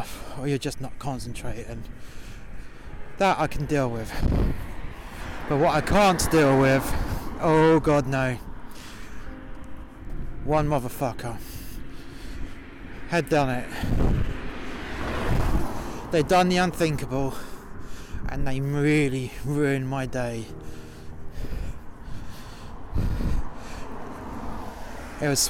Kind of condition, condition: setting, outdoors